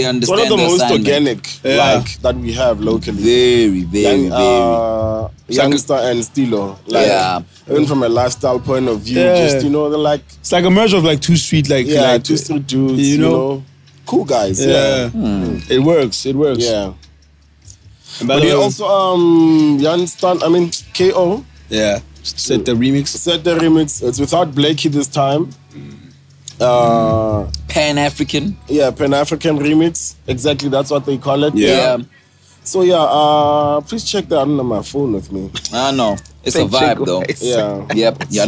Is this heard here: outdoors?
yes